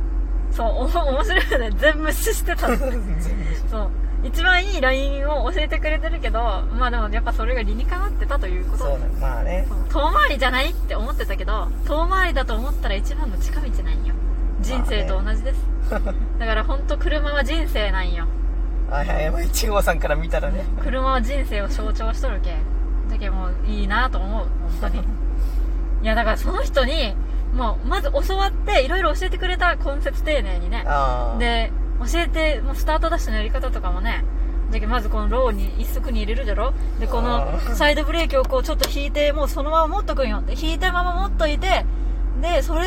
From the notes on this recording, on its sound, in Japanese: 冷房をかけた車内で録ってるので雑音あります。